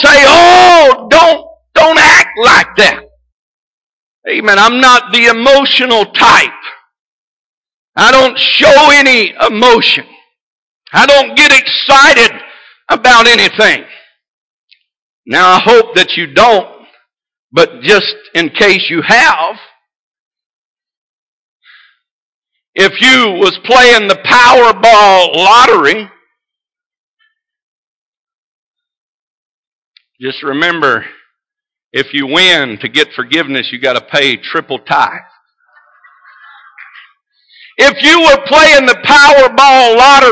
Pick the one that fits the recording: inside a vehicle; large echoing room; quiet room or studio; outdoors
large echoing room